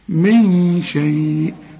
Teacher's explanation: من شيء، من بعدها نون، إن اللي بعدها قصدي أقول شين، الشين من حروف الإخفاء، من شيء، يبقى فيه هنا غنة